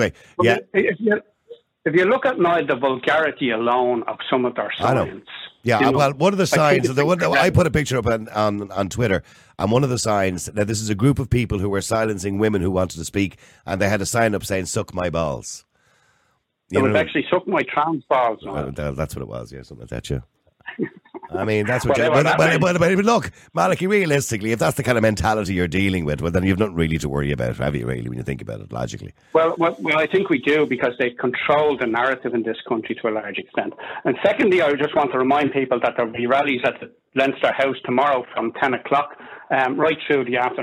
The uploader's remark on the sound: opens the phone lines for callers to express their views